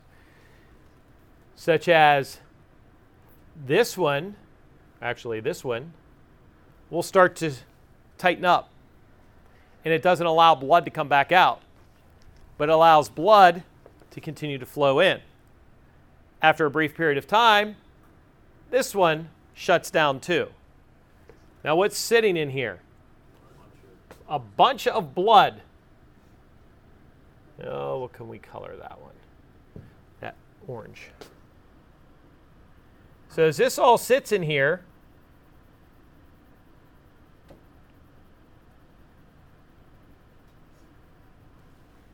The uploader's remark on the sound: This episode is the raw recording of the EMT class